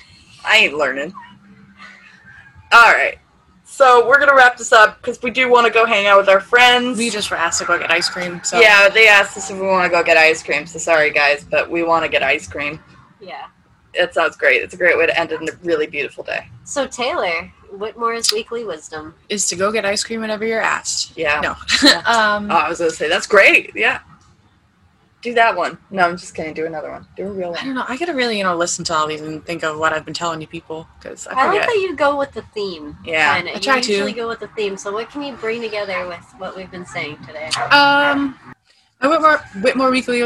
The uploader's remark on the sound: Excuse the noise, this was recorded in a trailer at a drift event